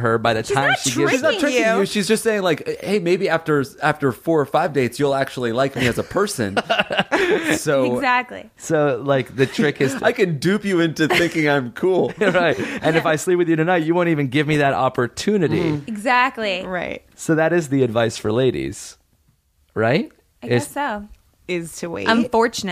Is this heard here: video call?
no